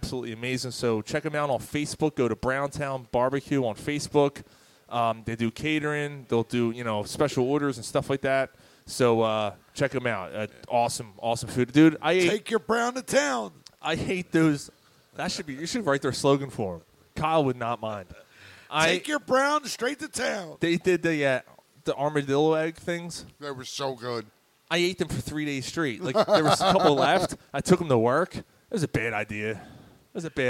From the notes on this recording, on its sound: The guys are live at Naked Brewing Company to celebrate their 8th Anniversary of doing the podcast.